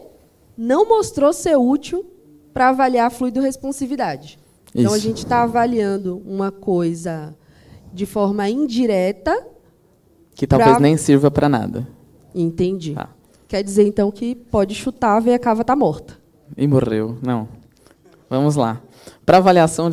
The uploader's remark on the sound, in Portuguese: Gravado ao vivo no Congresso de Emergência USP.